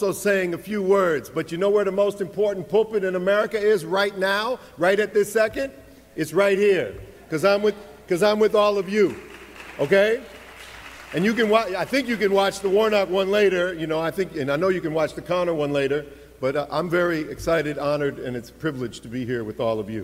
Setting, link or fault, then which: setting, large echoing room